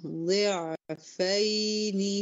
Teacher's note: الياء أطول زمنا من العين، العين توسط والياء رخاوة